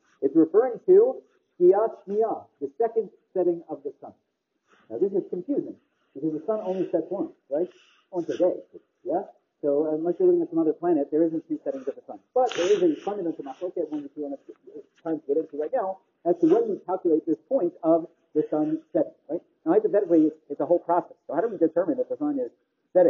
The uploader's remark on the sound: The audio quality is, unfortunately, very poor